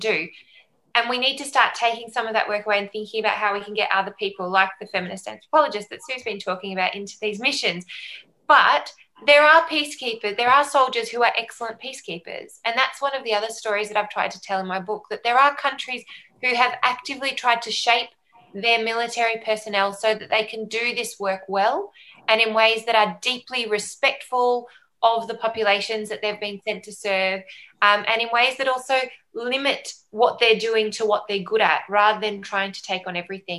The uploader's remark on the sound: Recorded live as a webinar on 24th November 2020.